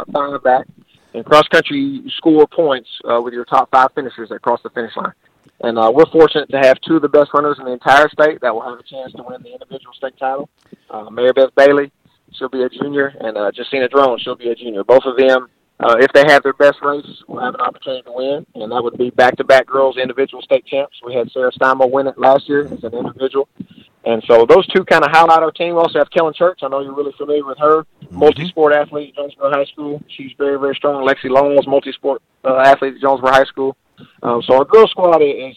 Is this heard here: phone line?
yes